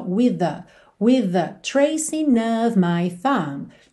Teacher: With termina em TH, the começa em TH, você junta num som só.